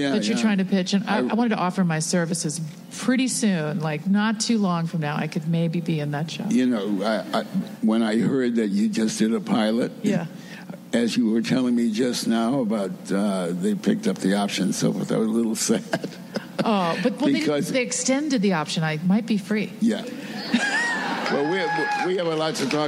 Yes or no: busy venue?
yes